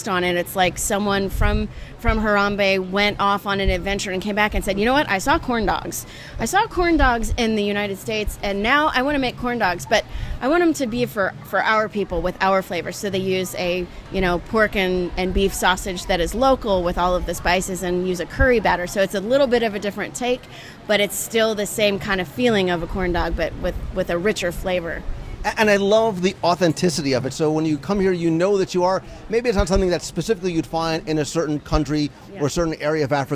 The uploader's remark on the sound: Live Review and Interviews at Harambe Market in Disney’s Animal Kingdom